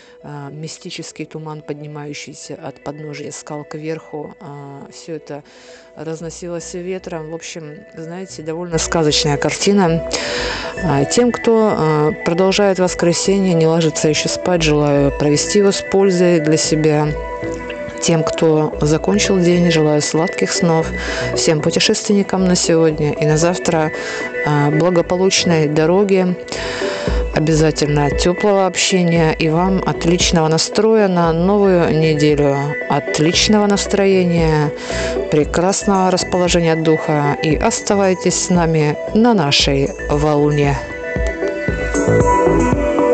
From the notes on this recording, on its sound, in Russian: Главное впечатление дня - прогулка на остров Русский, на мыс в совершенно мистическом тумане. Это была хорошая перезагрузка под крики чаек и шум волн далеко внизу, у подножья скал.